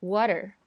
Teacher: 在美音中呢，夹在两个音之间的 T，如果它不在重音上，不在这个单词的重音上，大多时候会变成一个非常短的类似 D 这样的一个发音。